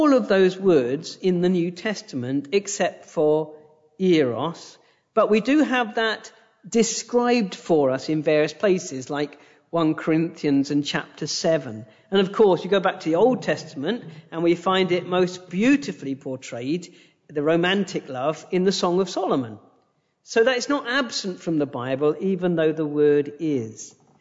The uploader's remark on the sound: A direct recording of the sermon from our YouTube live stream.